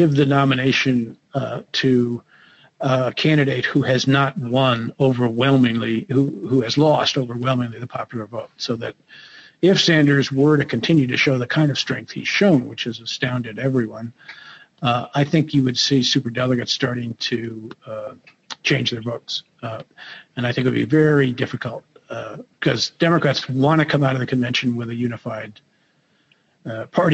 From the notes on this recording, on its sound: This audio is from a webinar sponsored by the Public Leadership Institute.